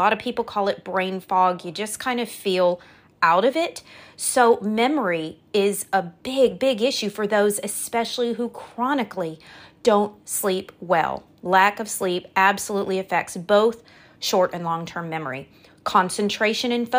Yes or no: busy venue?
no